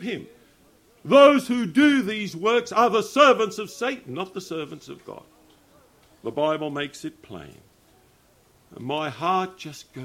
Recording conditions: live audience